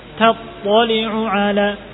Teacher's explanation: Istifal sifat lazim pada ta. Walaupun setelahnya huruf tebal, tetap ta tetap istifal.